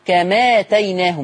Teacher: بنشيل الهمزة وناخد الفتحة نحطها على الميم فتبقى كما اتيناهم · Term: نقل